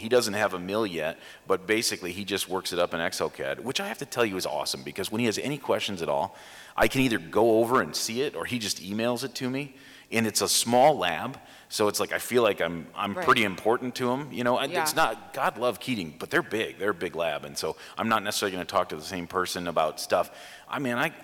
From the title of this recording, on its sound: Live at the Voices of Dentistry